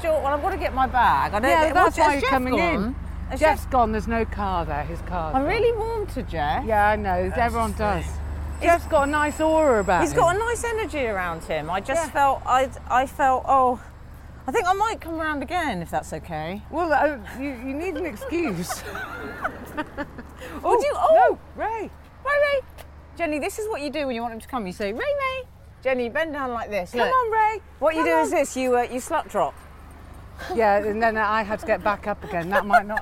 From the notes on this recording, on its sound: goes for a stroll